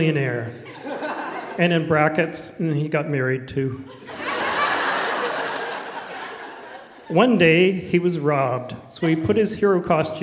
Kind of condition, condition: setting, live audience